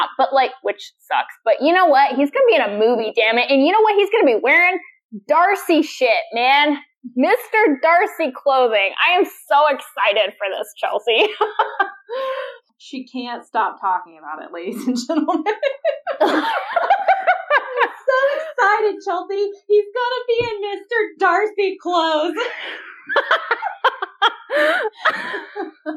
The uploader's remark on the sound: Please excuse the lesser audio quality, we were experiencing technical difficulties during the recording process.